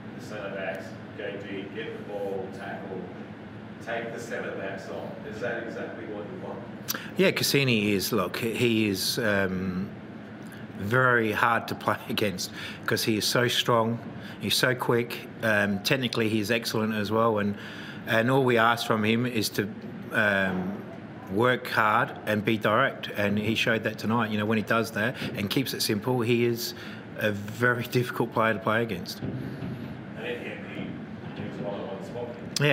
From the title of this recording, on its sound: Post-Match Press Conference